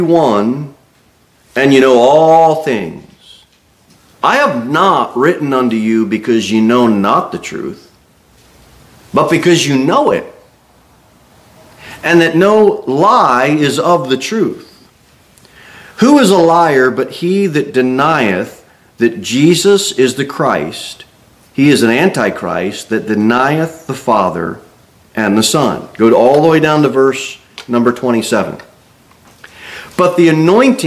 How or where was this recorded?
large echoing room